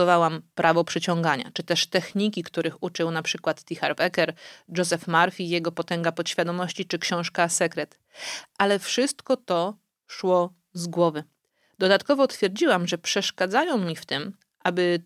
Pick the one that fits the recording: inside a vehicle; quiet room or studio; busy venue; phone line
quiet room or studio